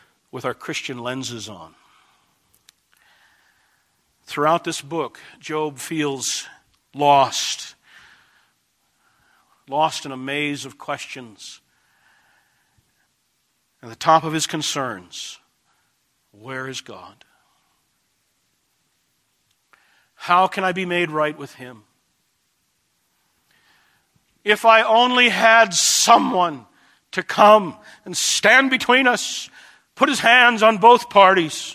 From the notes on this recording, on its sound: This message was delivered June 27, 2010, at Desert Springs Church, Albuquerque, NM.